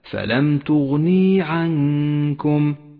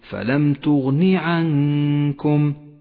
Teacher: صوابه أن تقول فلم تغني عنكم من غير إشباع للكسرة · Shown in: second take